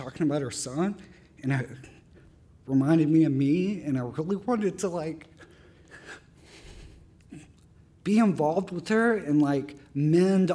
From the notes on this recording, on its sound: His story was recorded at our September 2014 live storytelling event, “All Y'all: Under the Influence.”